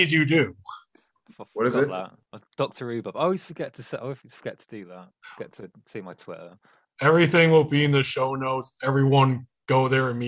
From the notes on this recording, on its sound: Recorded via Zoom. In Kalamazoo, Michigan and Saltash, Cornwall.